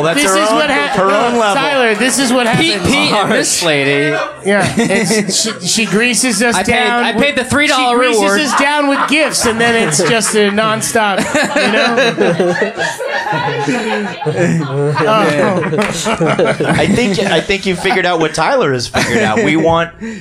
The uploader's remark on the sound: LIVE from Union Hall